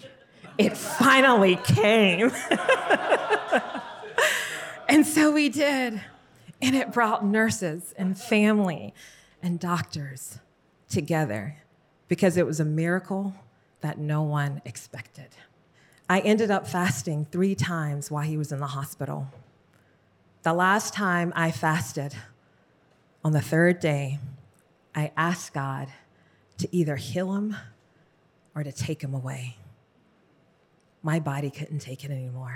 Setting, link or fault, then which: setting, busy venue